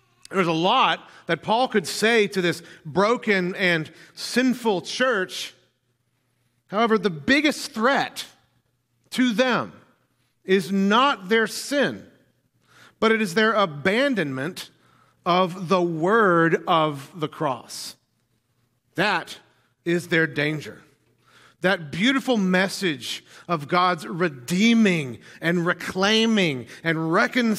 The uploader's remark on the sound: filled the pulpit at NPC this morning